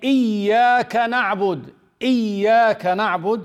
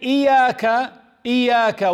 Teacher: So when you say إِيَّاكَ نَعْبُدْ، إِيَّاكَ نَعْبُدْ، see how I'm stressing on the ya. · Shown in: first take · Term: doubled letters